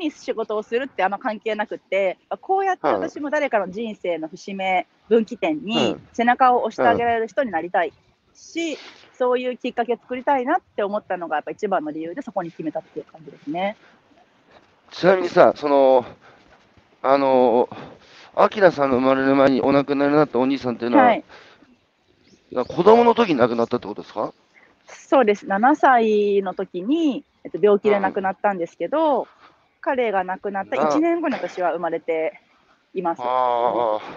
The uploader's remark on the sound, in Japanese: 歩きながら1時間、対談する。